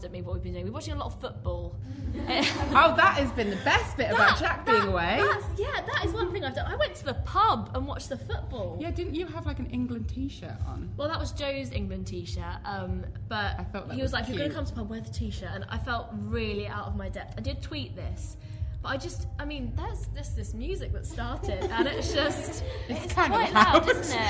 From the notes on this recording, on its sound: At the Free People pop-up shop in Shoreditch. We recorded in front of an audience, so this is our first ever live episode recording.